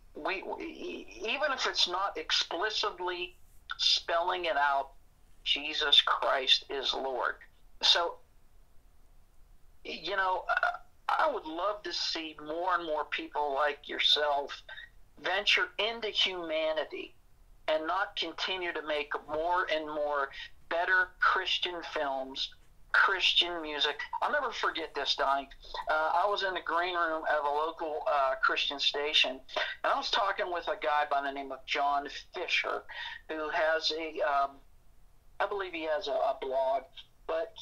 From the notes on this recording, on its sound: joins us via telephone